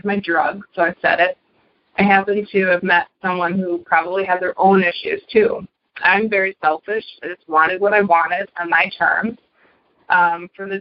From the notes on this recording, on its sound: Noon Phone Speaker Meeting